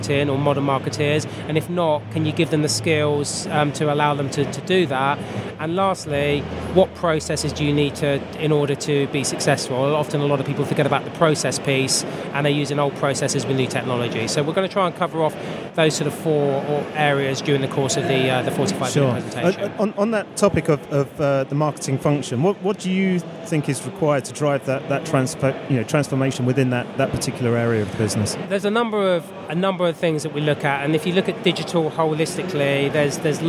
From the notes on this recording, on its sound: The final episode of this special series that we recorded in partnership with Microsoft from their Future Decoded event in ExCeL, London.